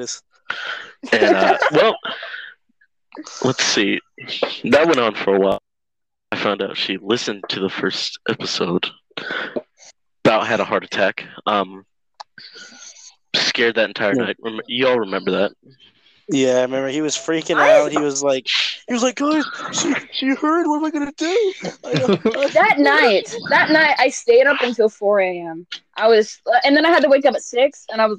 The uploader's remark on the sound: Audio might be a little bad.